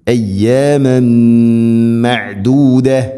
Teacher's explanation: ഇല്ല അയ്യാമൻ മഅദൂദ, അയ്യാമൻ തൻവീന് ശേഷം മീം, ഇത് ഗംബിഗുന്ന, തൻവീനിനെ മീമിലേക്ക് കൂട്ടി ലയിപ്പിച്ച് മണിച്ചുകൊണ്ട് ഉച്ചരിക്കണം.